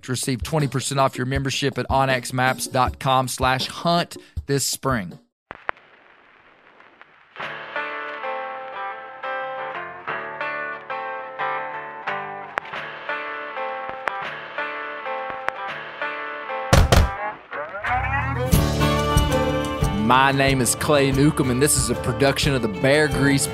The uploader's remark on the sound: Live at the Black Bear Bonanza. Live for the second time from the Black Bear Bonanza in Northwest Arkansas.